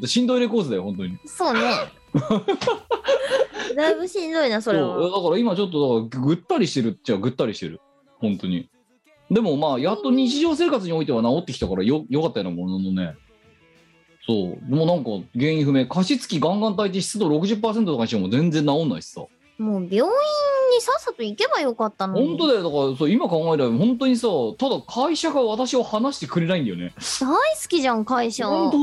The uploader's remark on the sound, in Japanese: 本番組はリモート収録です。収録時環境の影響により、聴き取り辛い部分があります。またまたまた月曜夜収録。収録時環境の問題により、一部会話が聴き取り辛くなっております。途中でノイズ等入りますが、収録時のものです。